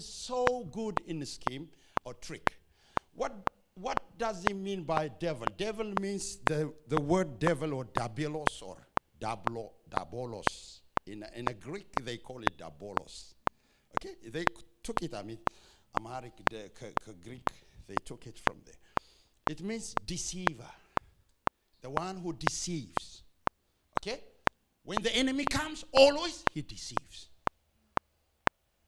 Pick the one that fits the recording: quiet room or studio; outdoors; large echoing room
large echoing room